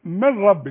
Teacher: النون اللي بعدها راء ما قولهاش ابدا. الغيها. كل نون بدون تشكيل بعدها راء ألغيها.